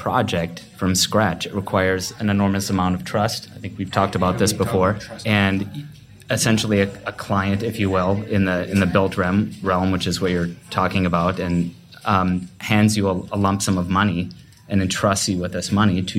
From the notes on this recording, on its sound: Panel discussion. Recorded live at Jai & Jai Gallery in Los Angeles, part of Archinect's first live-podcasting series, Next Up.